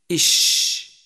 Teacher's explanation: الهمس، حيث يجري النفس معه عند النطق به